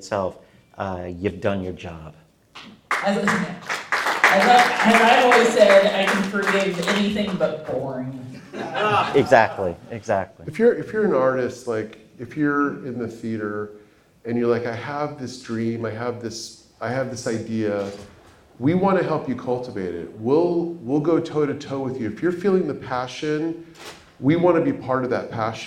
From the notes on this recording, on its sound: We’re continuing our Midsummer Scream coverage with another panel recorded live from this year’s show.